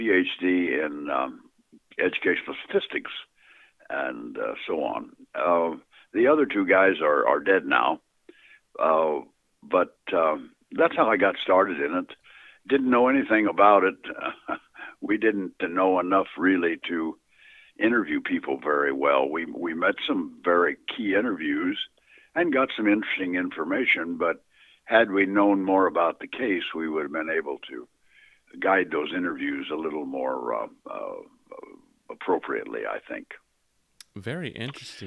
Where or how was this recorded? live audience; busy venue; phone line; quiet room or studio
phone line